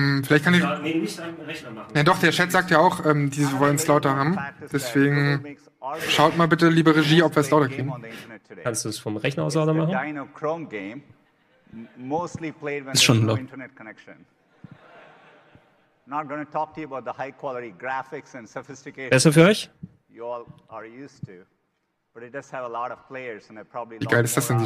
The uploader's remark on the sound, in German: live von der GDC